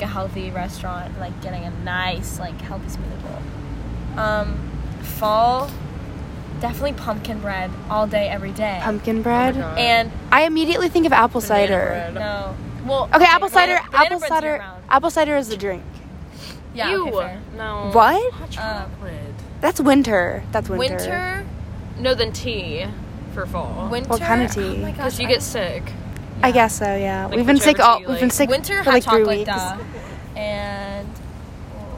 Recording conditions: sounds in the background